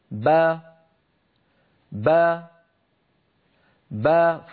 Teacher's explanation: فلما تبتعد الشفتان والفكان تخرج باء مفتوحة. لو ابتعدت الشفتان دون الفكين خرجت باء مقلقلة.